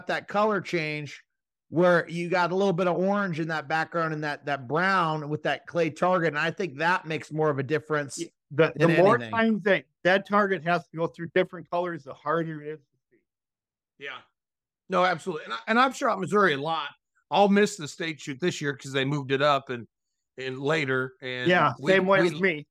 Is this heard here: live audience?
no